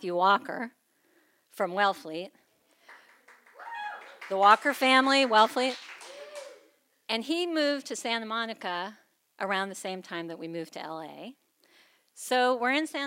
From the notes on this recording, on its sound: Recorded live in Wellfleet, Massachusetts at Preservation Hall.